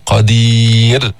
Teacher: نرقق الراء عند الوقف